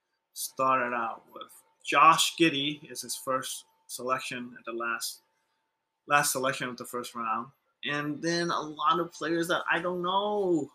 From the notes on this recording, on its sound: We had technical difficulties during the recording